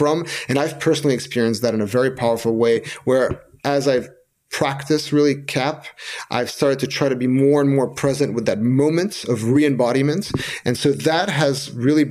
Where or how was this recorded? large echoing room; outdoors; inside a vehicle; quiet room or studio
quiet room or studio